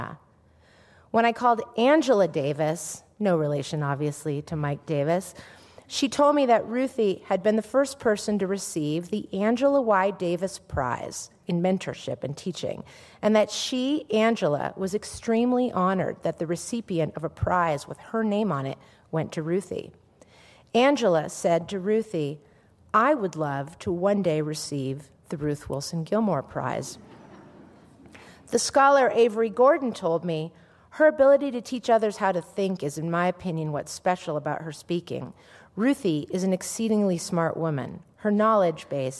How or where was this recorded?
large echoing room